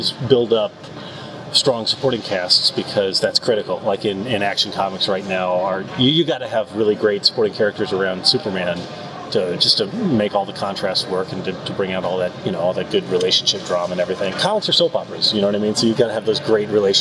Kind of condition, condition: setting, busy venue